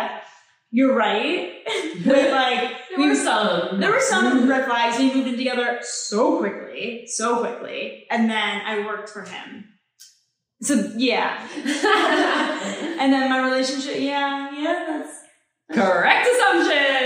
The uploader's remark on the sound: We lost the mic audio